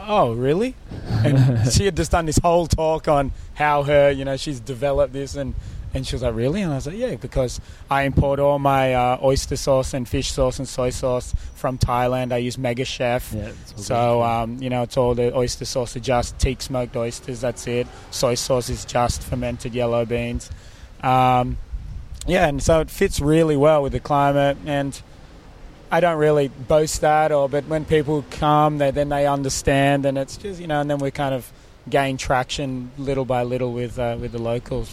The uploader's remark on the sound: we recorded it in the sunny Harmony Park in Surry Hills